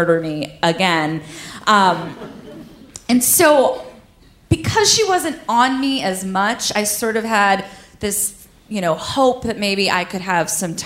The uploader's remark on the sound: Live From Philly 2! Show in Philadelphia presented by First Person Arts.